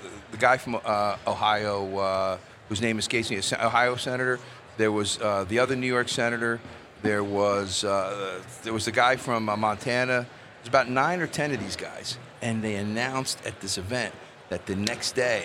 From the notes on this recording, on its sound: Recorded at MJBizCon 2023